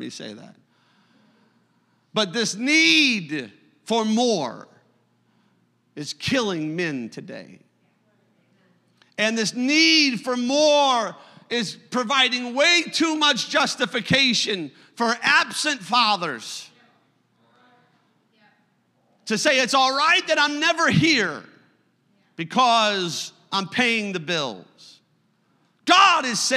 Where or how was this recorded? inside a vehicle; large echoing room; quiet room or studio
large echoing room